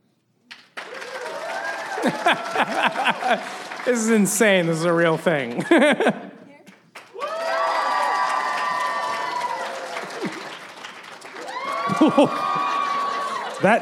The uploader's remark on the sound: LIVE at BroadwayCon 2019!